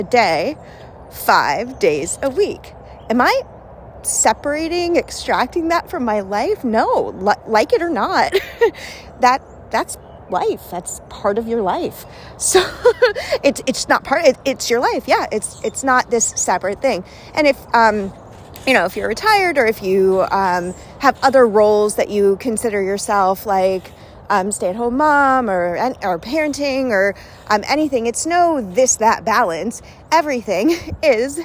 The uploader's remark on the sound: Walk with me! Let’s walk and talk.